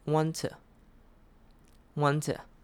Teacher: 他的 to 其实没有念得非常的大声，他轻轻的带过，所以这个 to 他就简化变成了 to